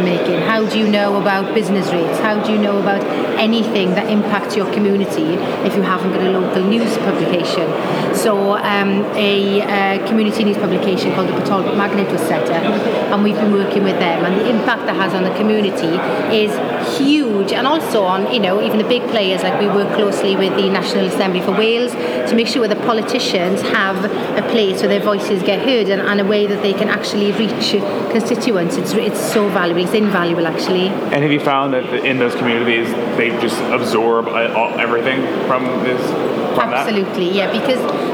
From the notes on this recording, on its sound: is at the MoJoCon Conference for Irish Tech News